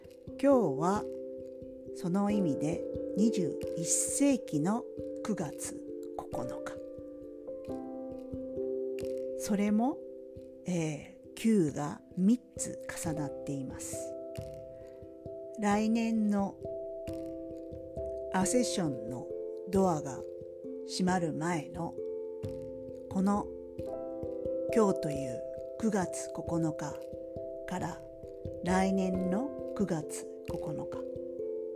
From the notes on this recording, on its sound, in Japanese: 声の調子があまり良くないので、声が小さいので、聞き苦しいかも知れませんが